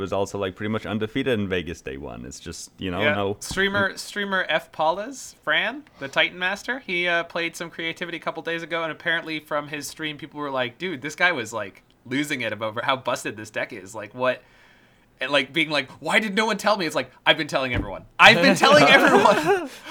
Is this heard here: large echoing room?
no